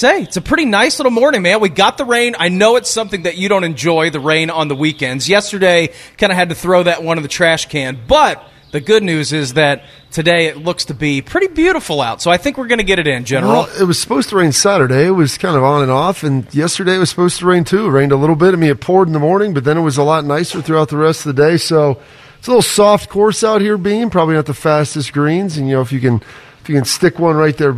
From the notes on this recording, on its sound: The guys were live from Kinsale Golf & Fitness Club this morning.